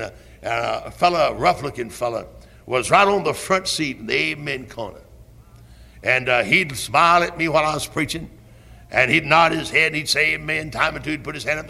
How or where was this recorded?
large echoing room